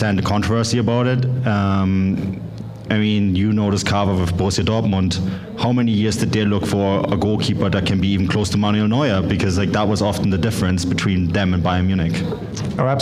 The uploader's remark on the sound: the live audio from the pre-match event